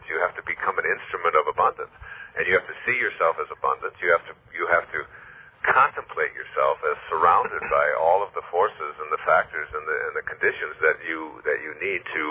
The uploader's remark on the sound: this phone interview